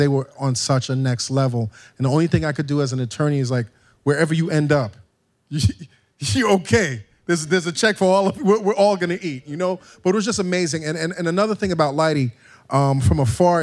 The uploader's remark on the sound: We recorded a live show at the Highline Ballroom in Manhattan. There was also a lively Q&A where the audience got a chance to ask all of the burning questions.